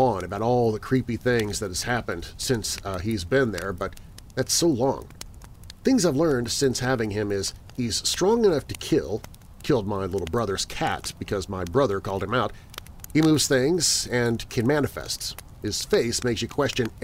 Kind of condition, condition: setting, outdoors